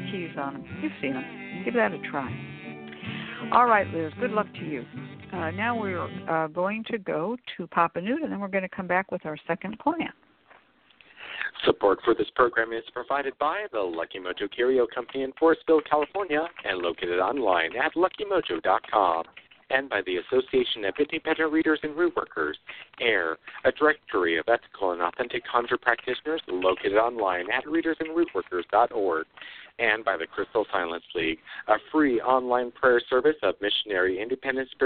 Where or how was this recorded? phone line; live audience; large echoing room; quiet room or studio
phone line